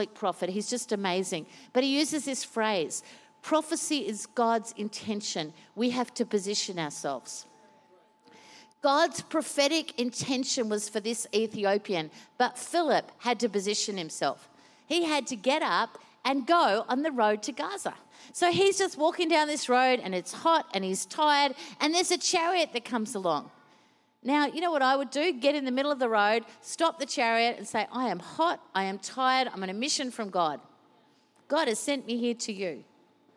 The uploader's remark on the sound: Recorded during our 5pm service